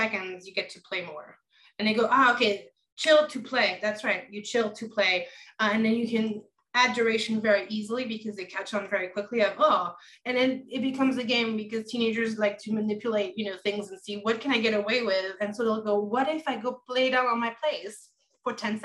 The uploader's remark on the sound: Recorded Webinar